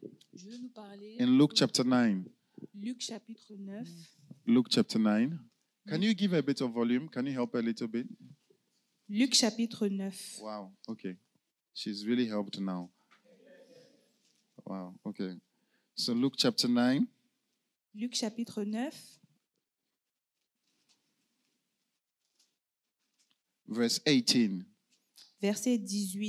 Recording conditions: live audience